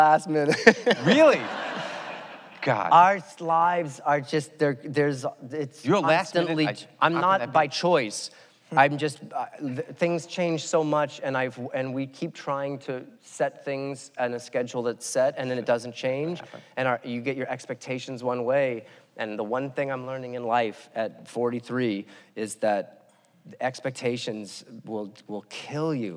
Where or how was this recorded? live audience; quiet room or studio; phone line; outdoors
live audience